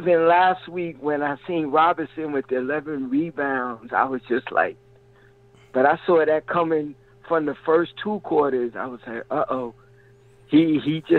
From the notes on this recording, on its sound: LIVE after the game while taking phone calls from listeners.